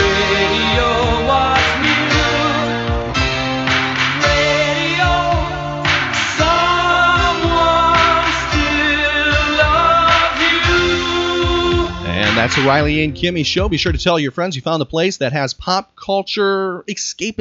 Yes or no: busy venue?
no